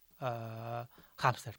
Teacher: si aquesta paraula s'apostrofa, és que la pronúncia adequada seria acmuda, i si no s'apostrofa és que la pronúncia adequada o la que proposa la normativa és una H aspirada, que és aquesta H com això, hàmster, per exemple.